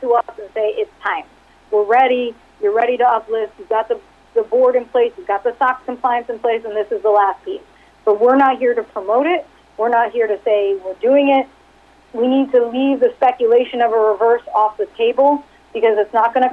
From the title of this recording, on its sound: Progressive Care Conference Call for Q3 2019